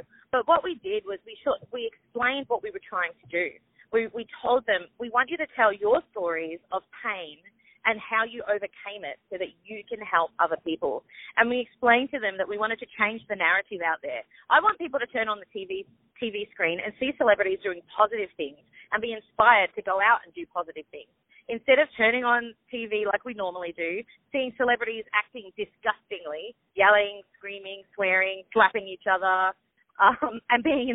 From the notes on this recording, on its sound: On the phone